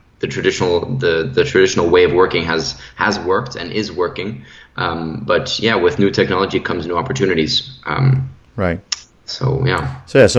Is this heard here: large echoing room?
no